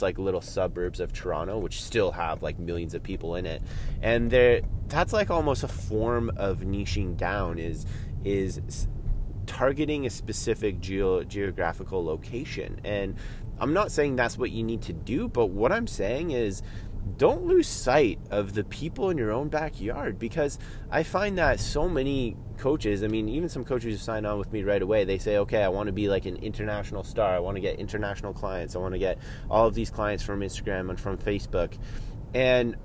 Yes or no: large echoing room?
no